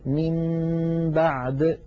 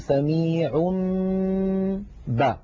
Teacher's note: كذلك إن أتى تنوين مثلا والله سميع بصير، والله سميع آخرها تنوين سميع، نقلب هذا التنوين الذي هو في الحقيقة نون ساكنة نقلبه إلى ميم ثم نمط غنته نقول سميع با، فنطبق الشفتين على الميم وعلى الباء التي بعدها إطباقا واحدا.